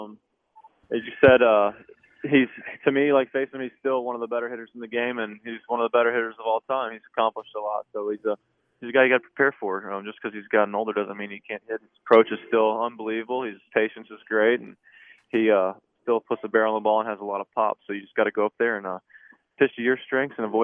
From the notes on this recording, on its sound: take some phone calls as well